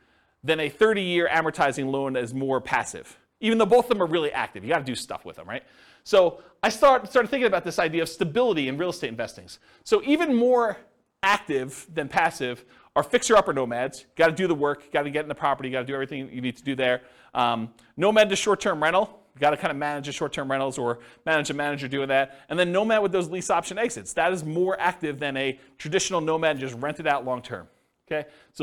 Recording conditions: live audience